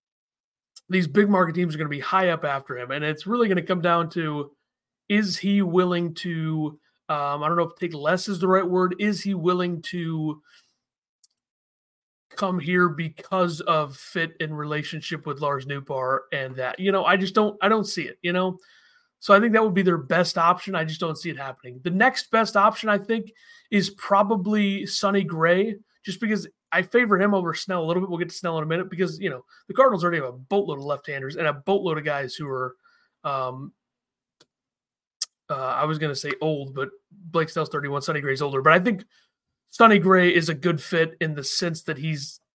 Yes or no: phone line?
no